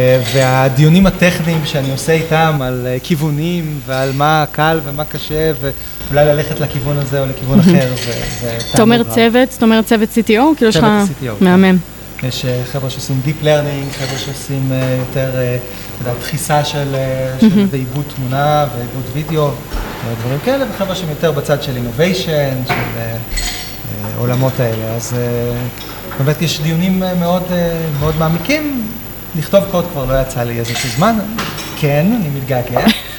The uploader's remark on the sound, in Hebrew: פרק לייב בשיתוף קלאודינרי. הפרק הזה הוקלט בפאב המחלבה בבית לחם הגלילית. לכבוד פתיחת הסייט החדש של קלאודינרי ברמת ישי.